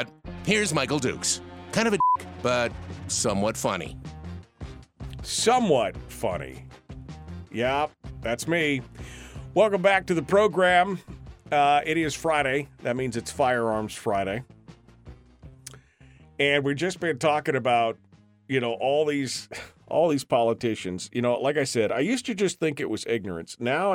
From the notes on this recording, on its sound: open up the phones for Q&A